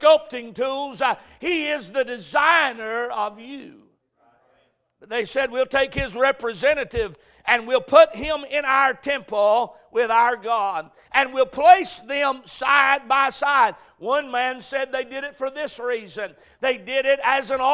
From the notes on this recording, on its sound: A message preached at Crossroads Baptist Church